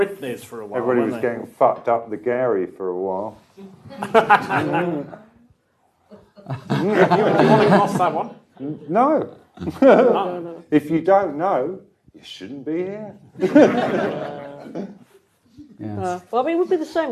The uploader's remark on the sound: At a Guardian live event held in – guess where – London.